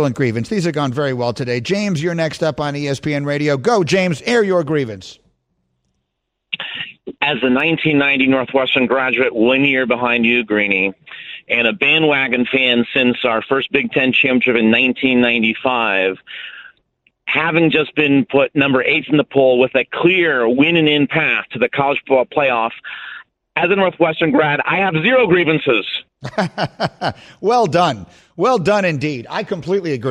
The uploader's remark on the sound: We open the phones and allow for the Airing of Grievances... In which a special caller from the past called in.